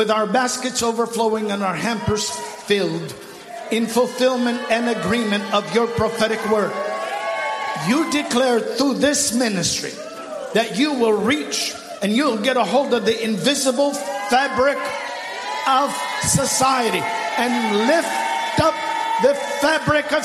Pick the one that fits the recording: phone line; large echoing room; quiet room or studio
large echoing room